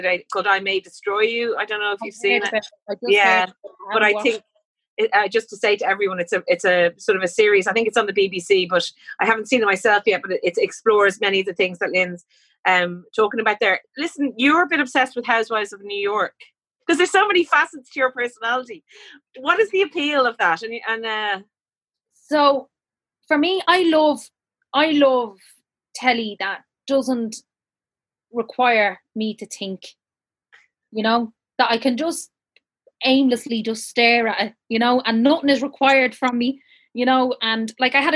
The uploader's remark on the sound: An audience of over 150 joined us on Zoom.